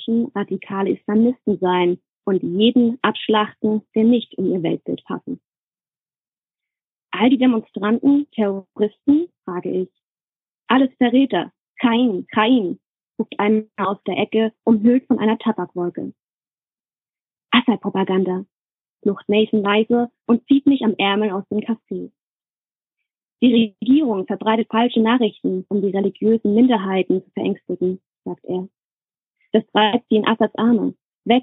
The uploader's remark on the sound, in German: Per Telefon aus den USA dabei.